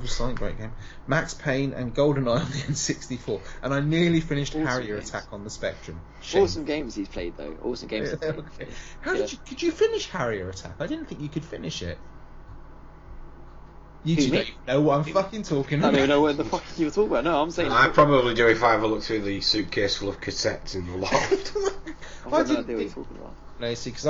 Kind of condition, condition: fault, background noise